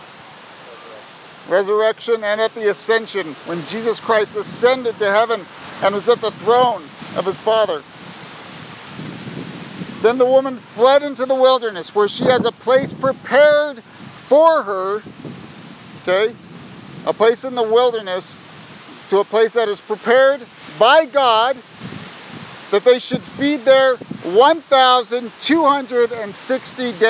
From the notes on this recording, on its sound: Sorry for the wind! I pray your faith is built up in-spite of the noise.